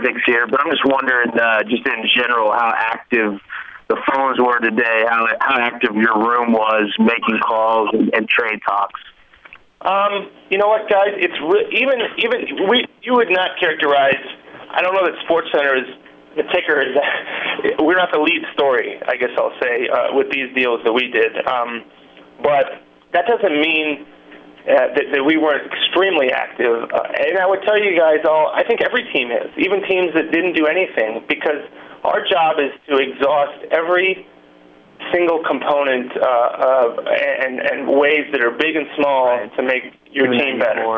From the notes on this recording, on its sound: Conference Call